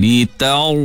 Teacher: Ra mati sebelumnya fathah, termasuk ra yang dibaca dengan tebal. Jadi angkat pangkal lidah. Litar, lidah tu kita rasa bahagian dalam naik atas.